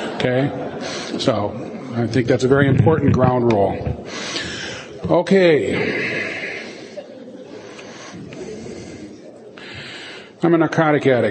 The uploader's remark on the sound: In this recording from an IDAA (International Doctors in AA) conference in 2004